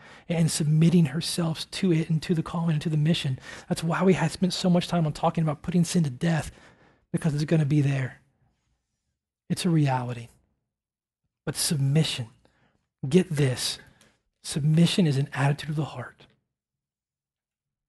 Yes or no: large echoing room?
yes